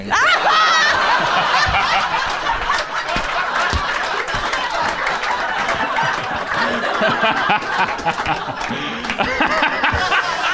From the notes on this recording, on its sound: Special Edition Best of Wax Quizzical Live Podcasts! Feel the energy in the room as we take you through the best bits of over 2 years of live specials! Recorded at Comedy Republic.